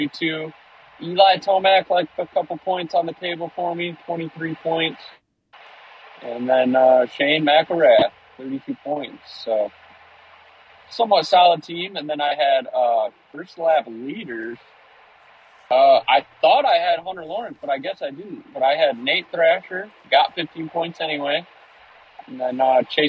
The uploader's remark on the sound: jump on the phone